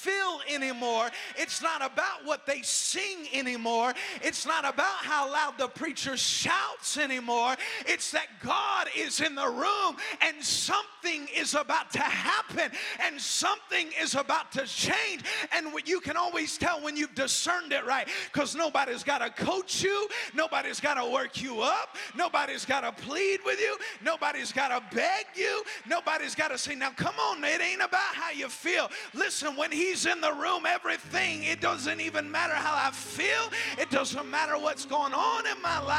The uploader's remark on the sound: Preached at Cornerstone Church in Salisbury, NC